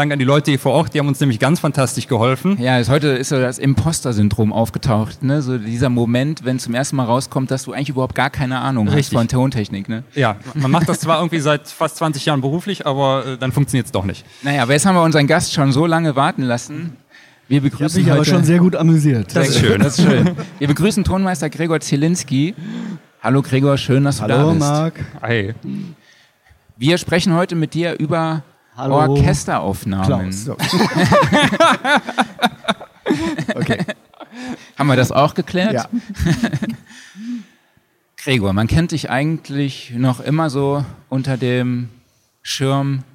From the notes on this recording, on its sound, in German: Spricht mit uns auf der LEaT con in Hamburg.